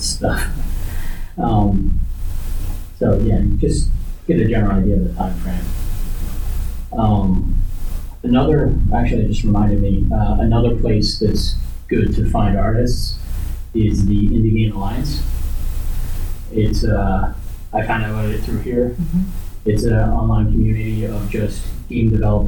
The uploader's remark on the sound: Recorded at Metatopia 2023.